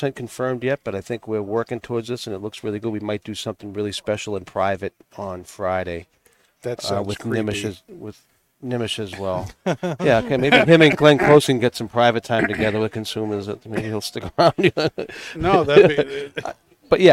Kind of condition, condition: setting, busy venue